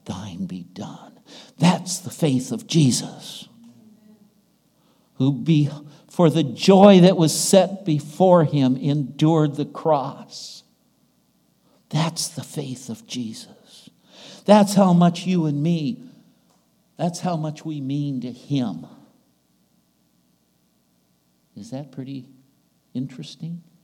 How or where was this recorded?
large echoing room